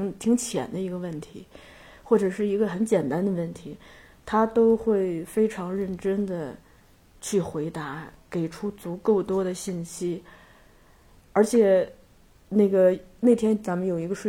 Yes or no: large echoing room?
no